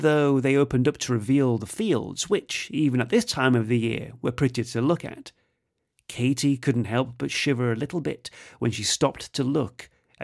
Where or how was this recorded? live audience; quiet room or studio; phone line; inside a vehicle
quiet room or studio